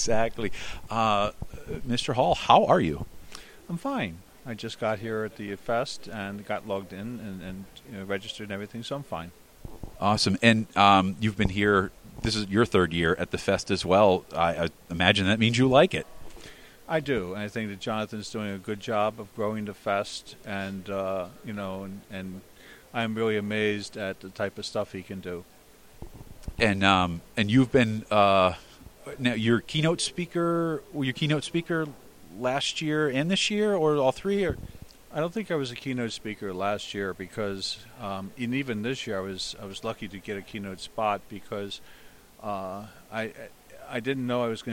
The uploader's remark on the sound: HPR1209: Northeast Linux Fest 2013 p2-3. "Live" reports from "The northeast GNU/Linux fest".